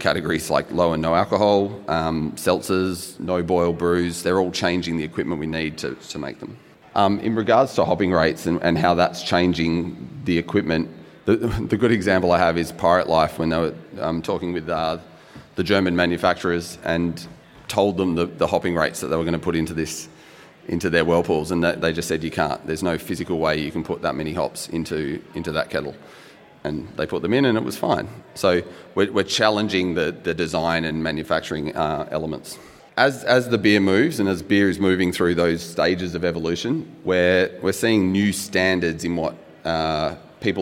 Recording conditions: busy venue